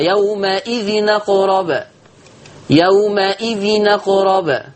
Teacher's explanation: لما ينقل ورش حركة الهمزة للتنوين، تنوين نون ساكنة فالهمزة مفتوحة، فلما تنتقل للتنوين التنوين يبقى نون مفتوحة